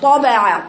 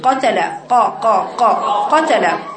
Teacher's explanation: الطاء حرف إطباق واستعلاء، إنما القاف حرف استعلاء فقط